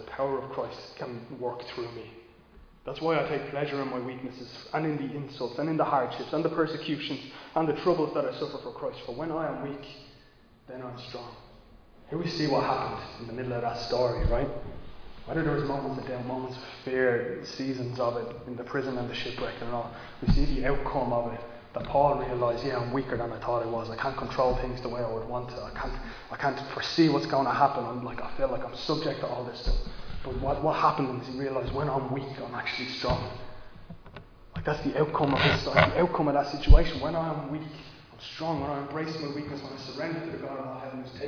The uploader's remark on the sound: Recorded live in Liberty Church on 20 March 2022